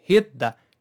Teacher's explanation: hit 就是碰撞到、接触到这个东西。Theroad，我们这儿这个 road 不是道路的意思吗？就是我们的脚、鞋或者说我们的车轮子碰到了道路上了，这不是表示上路、出发、动身这意思吗？叫 hit theroad。当然这个 hit 是中间这个字母 I 的，又是我们说报事那个 hit 后面这个 t 基本呢就听不到了，而且它会干扰到后面那个定冠词的 th，这 th 呢舌尖抵住牙齿尖就好了， hit the 哎，这俩辅音几乎并成一个动作，就舌尖抵住牙齿尖